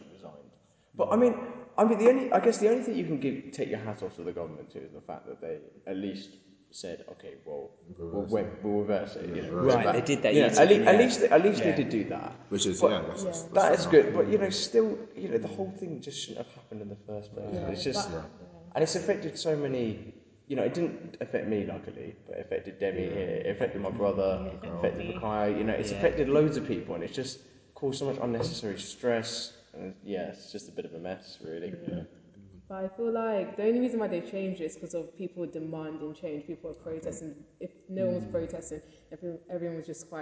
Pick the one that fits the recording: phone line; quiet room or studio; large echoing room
large echoing room